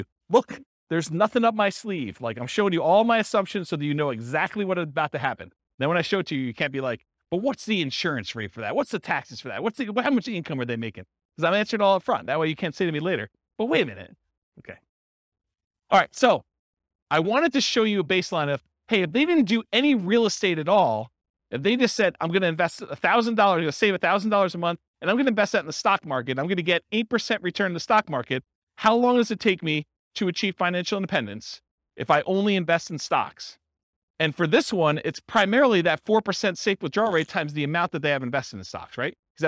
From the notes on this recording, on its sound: This was a live class recorded